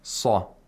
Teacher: The sad has tafkhim again. Both at the second level.